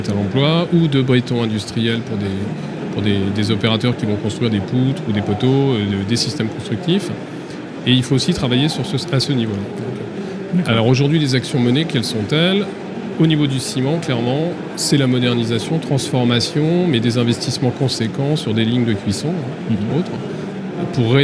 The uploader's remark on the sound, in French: Emission spéciale en direct de Batimat